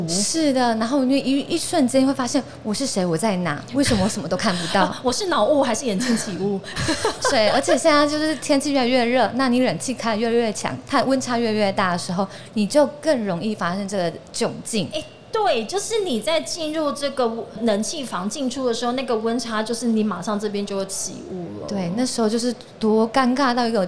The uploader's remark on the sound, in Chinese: 2022 Medical Taiwan台灣國際醫療暨健康照護展 -Live Podcast